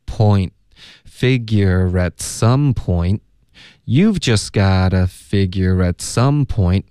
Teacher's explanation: figure itOK。这个省略音呢，你舌尖会顶上到这个干脆的停顿，连发到 some 会爆破，会就也有点像我们就是 lengthen 的那个字，就是爆了一个科，这里要爆一个 t 的音。Figure at some 所以 figure at some point 然后 point 结尾的 t 我们要省略